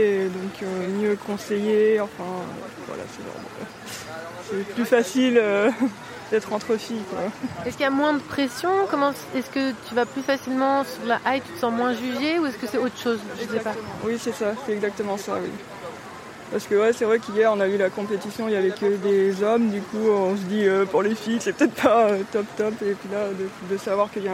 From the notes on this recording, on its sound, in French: En direct du château de Banne sur festival ARDECHE MEETING. Les Vans (07).